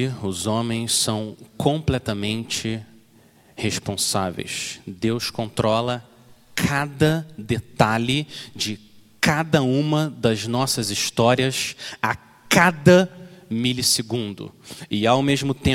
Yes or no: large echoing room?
yes